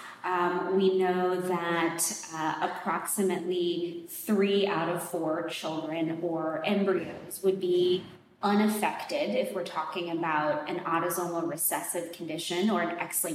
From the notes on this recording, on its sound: Live from PGDIS. Enjoy this episode recorded live from the conference venue!